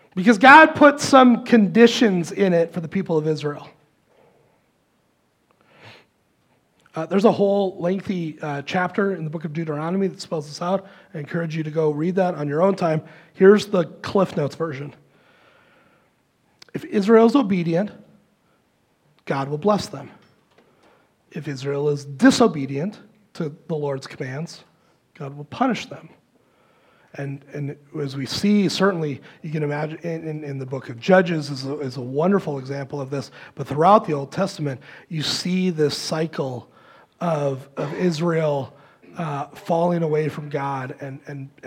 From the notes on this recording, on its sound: Recorded live at Word of Life Church in Le Sueur, Minnesota, on February 4, 2024. Powered by Restream.